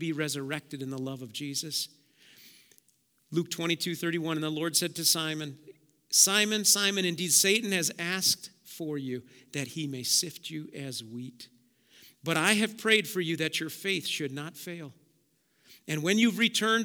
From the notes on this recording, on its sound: Preached at Auxano Church 1/22/2023